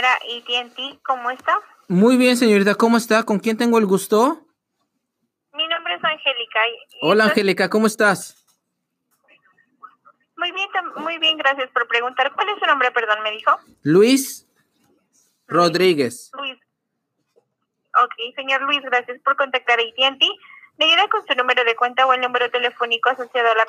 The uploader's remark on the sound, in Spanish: Broma Telefonica a AT&T. Recibimos una llamada que termino en algo inesperado.